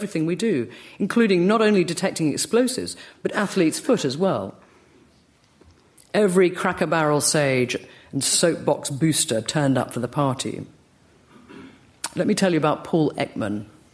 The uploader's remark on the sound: LRB Winter Lecture delivered at the British Museum